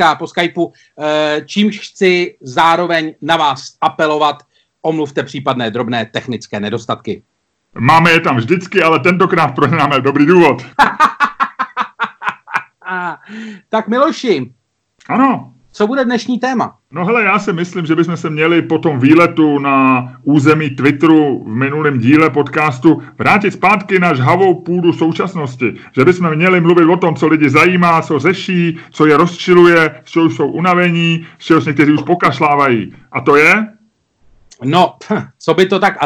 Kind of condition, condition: link, video call